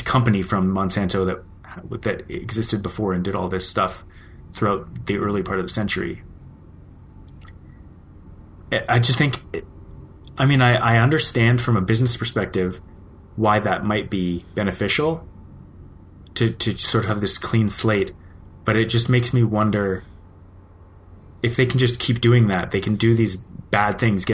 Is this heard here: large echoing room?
no